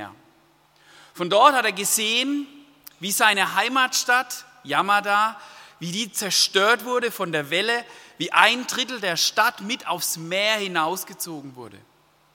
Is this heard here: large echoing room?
yes